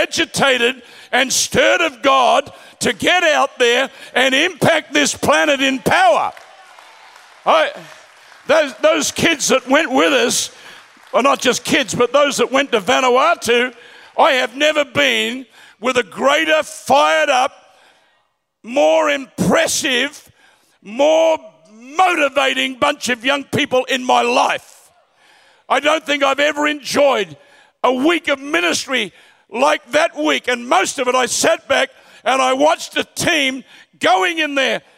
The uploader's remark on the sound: Recorded at Planetshakers Church (Melbourne)